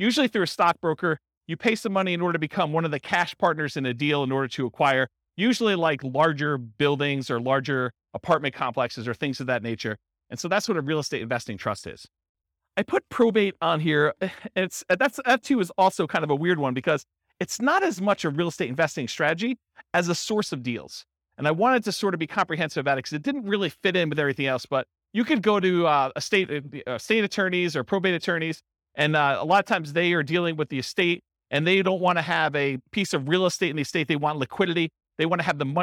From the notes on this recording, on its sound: This was a live class recorded. In Orange, California.